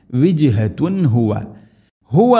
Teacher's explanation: വിജ്ഹതുൻ വിജ്ഹതുൻ തൻവീന് ശേഷം ഹുവ മുവല്ലിഹ ഹ ഇദ്ഹാർ ചെയ്യണം. തൻവീന് ശേഷം ഹ വന്നാൽ തൻവീനിനെ വെളിവാക്കി ഉച്ചരിക്കണം.